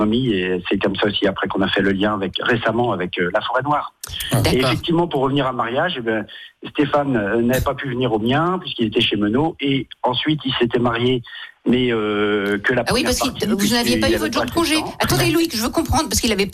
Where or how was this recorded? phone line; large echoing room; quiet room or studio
phone line